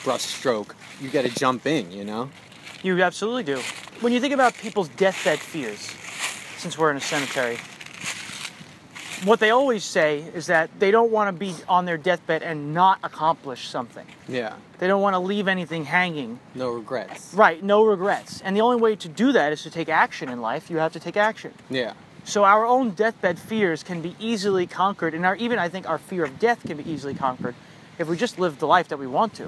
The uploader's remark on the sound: took a walking tour of Greenwood Cemetery in Brooklyn and recorded our conversation